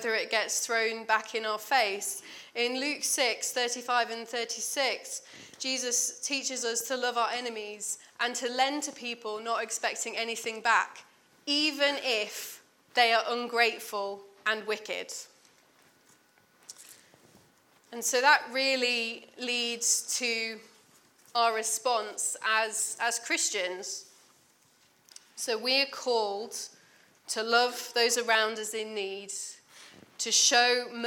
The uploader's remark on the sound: at King's Church, Cockermouth.